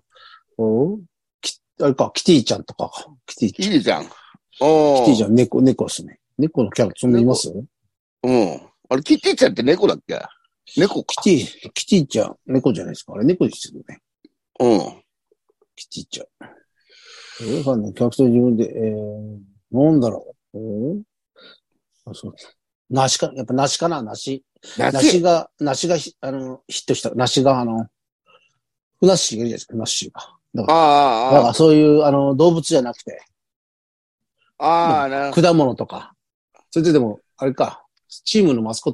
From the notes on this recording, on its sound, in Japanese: ZOOMで収録